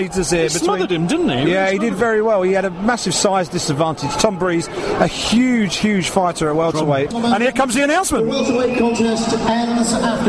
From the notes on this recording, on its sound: live event reaction from cageside at London's iconic Wembley Arena